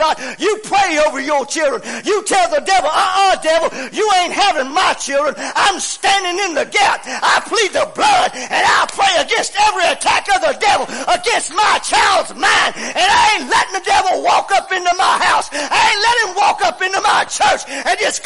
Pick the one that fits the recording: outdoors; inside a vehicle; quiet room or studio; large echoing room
large echoing room